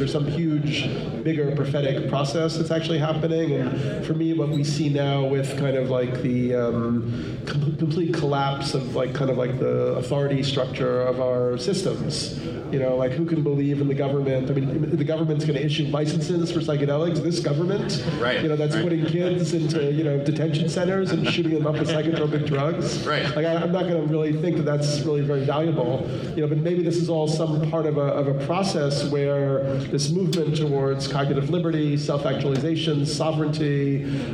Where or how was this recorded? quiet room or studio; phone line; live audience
live audience